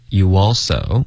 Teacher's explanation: you 跟 all 之间会添加一个很轻的 w 音